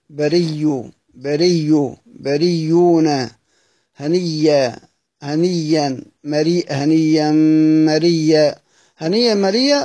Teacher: هبدل الهمزة ياء، أصبح عندي ياءين متتاليين ومتجاورين